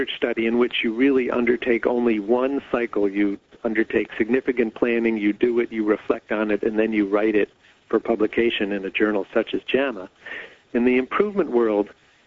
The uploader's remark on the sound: Author in the Room® Teleconference